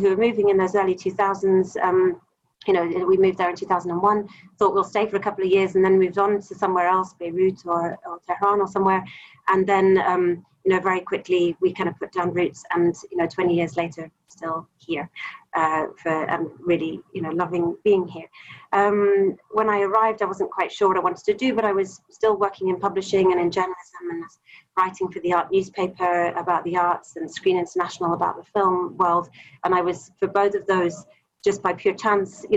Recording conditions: video call